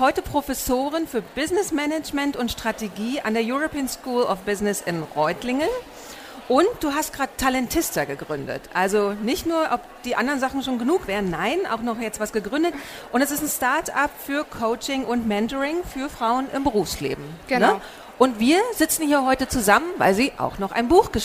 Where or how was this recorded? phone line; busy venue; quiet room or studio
busy venue